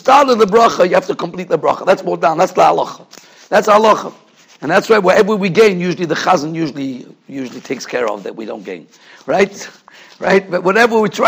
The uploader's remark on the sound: Shiur recorded in Yeshivas Ohr Reuven, Monsey, NY. Shiur given to Mesivta.